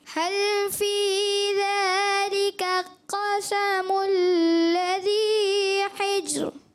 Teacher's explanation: آپ نے جب آغاز کیا تو حل لام کی ادا میں بھی تھوڑی سی کمی محسوس ہوئی، اور پھر جیسے آپ آگے بڑھے تو ذالک قسم، ان دو کلمات کے درمیان میں ایسا لگا غیر محسوس کلکلہ آپ نے کر دیا، تھوڑی دیر کے لیے رکے آپ، پھر قسم الذی آپ نے پڑھ دیا، حرکت ہی تبدیل کر دی.